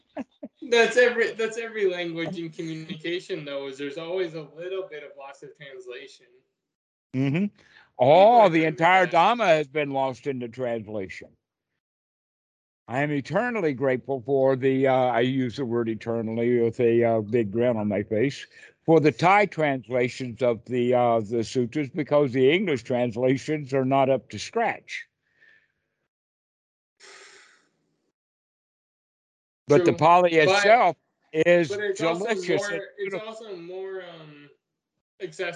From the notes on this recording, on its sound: Skype calls.